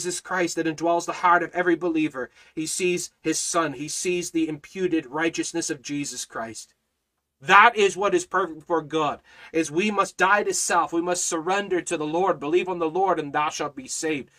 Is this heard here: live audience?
no